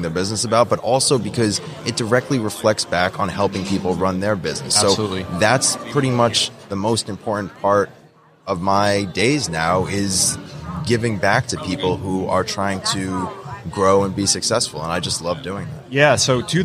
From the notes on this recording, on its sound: LIVE from WORKBENCHcon 2022. Live edition of Organization Conversation.